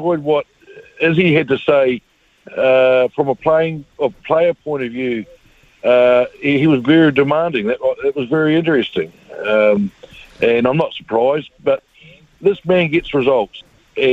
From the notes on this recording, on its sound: We've thrown the phonelines open